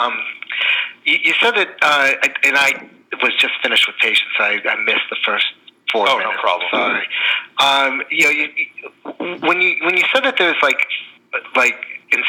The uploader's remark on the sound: Medical Innovation Summit Q&A Conference Call